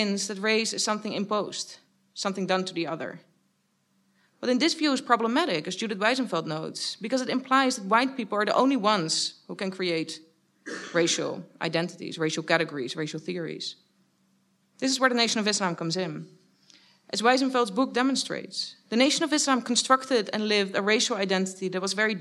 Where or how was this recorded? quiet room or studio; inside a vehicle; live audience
live audience